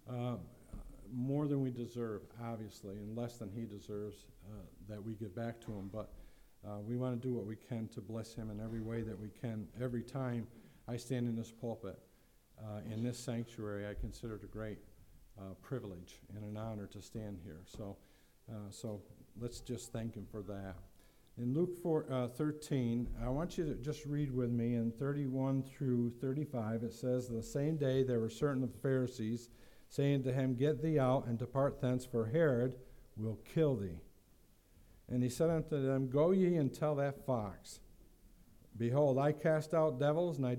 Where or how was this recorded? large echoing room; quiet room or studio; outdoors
large echoing room